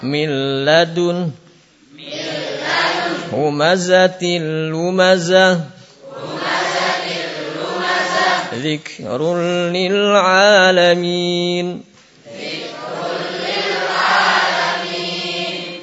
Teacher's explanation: Di nunnya atau tanwinnya dimasukkan ke huruf berikutnya. · Term: idgham